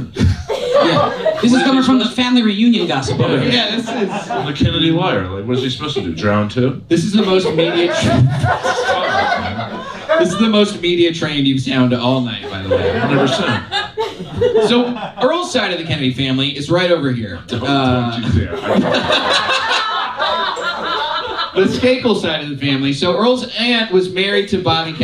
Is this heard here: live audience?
yes